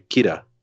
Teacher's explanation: they only have the R sound, so instead of saying killer, they say Kira. Kira Queen.